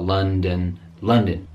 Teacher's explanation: London with a nice schwa, double schwa